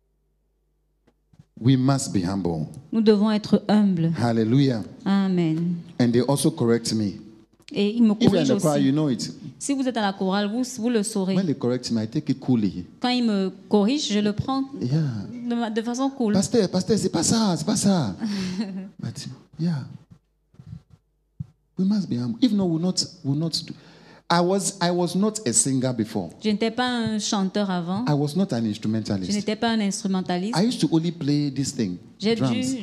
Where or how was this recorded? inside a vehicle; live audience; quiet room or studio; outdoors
live audience